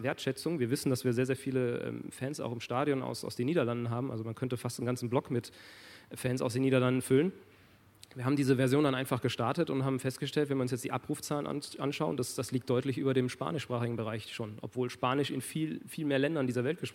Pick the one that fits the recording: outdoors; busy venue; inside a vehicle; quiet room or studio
busy venue